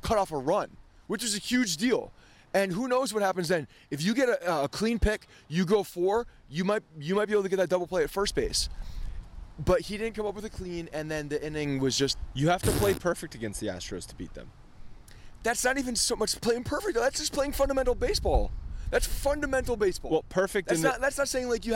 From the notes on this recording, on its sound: from outside Yankee Stadium